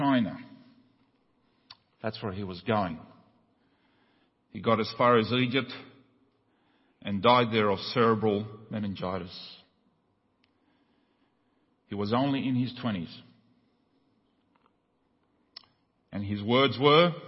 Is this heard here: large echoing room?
yes